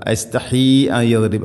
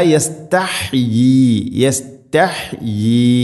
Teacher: യാഇന് കസർ നൽകിക്കൊണ്ട് നീട്ടണം. · Shown in: second take